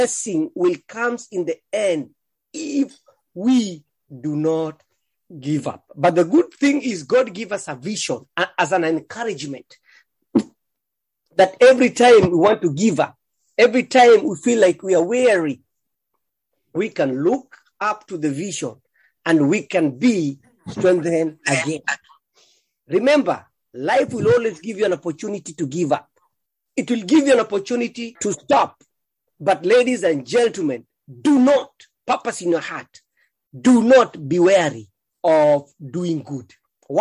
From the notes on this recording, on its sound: Thank you for praying and joining Living Effectively zoom meeting.